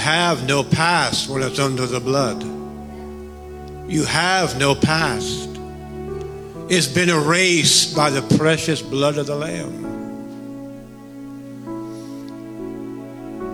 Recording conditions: large echoing room